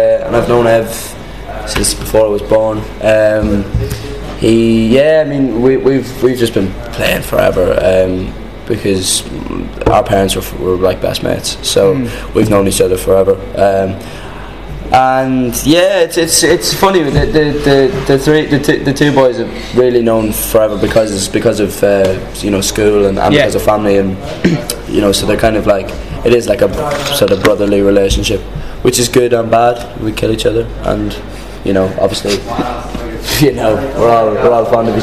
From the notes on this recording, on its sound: I was invited to a sound check